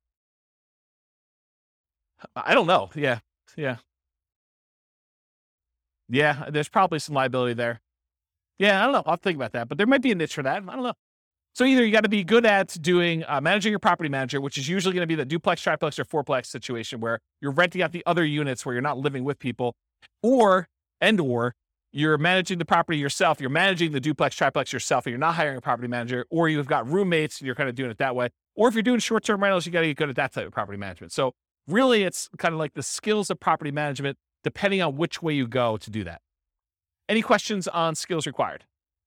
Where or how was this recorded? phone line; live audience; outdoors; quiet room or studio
live audience